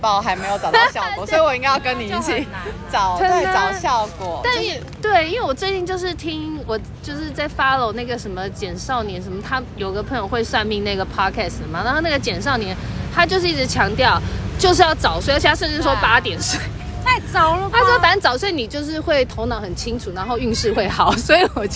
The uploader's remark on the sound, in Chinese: 首次街訪。首次席地而坐街頭不收音訪談(含赤裸車聲)。